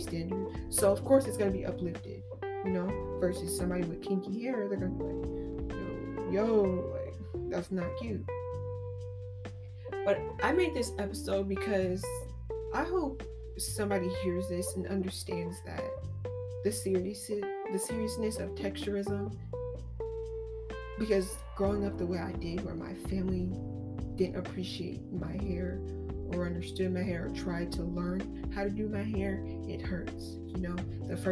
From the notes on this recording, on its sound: Excuse the Microphone, technical difficulties.